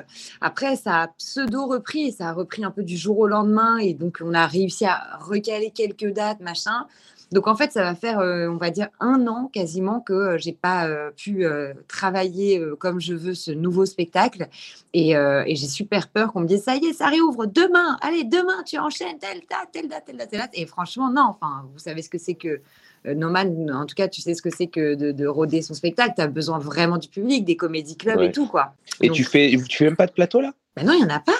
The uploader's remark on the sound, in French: Ce podcast a été enregistré sur Club House